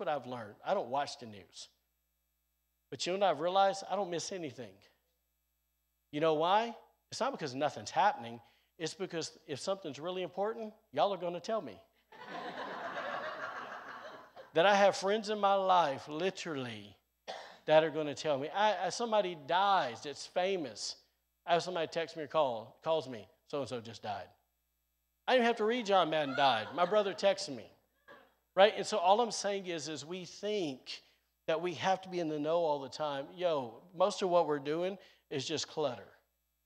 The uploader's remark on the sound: during service at The Anchor Church in Rockport, Maine.